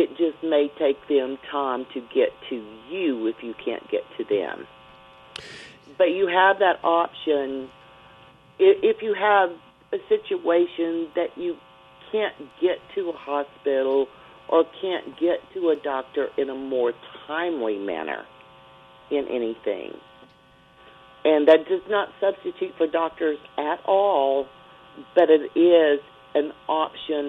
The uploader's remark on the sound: questions called in by listeners